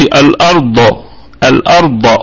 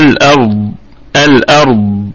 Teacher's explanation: ونراعي أيضا مخرج الضاد من مخرجه الصحيح تمام من ناحية الأضراس سواء كانت من الناحية اليمنى أو اليسرى · Shown in: second take · وكمان من حافة اللسان من حافة ليست من طرف اللسان لكن من ناحية يمين أو شمال تمام مع محاذاة الأضراس يعني من ناحية الأضراس يمين أيضا أو شمال تمام كده. · Term: صفة الاستطالة في الضاد